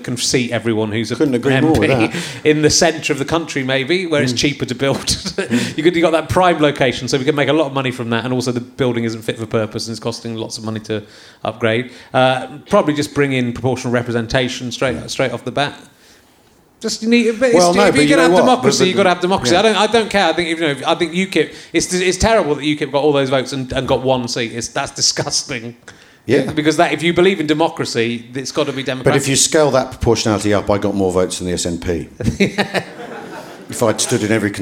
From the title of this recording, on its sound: Leicester Square Theatre Podcast